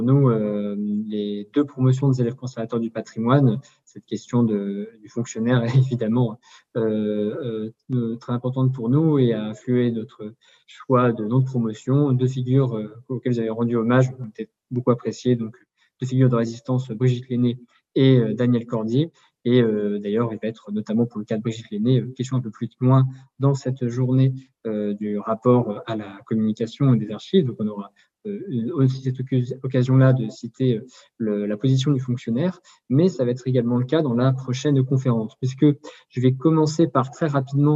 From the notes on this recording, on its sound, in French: Enregistré sur Zoom le 4 février 2021